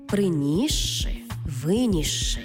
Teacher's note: де с і ши читаємо як подовжений звук ши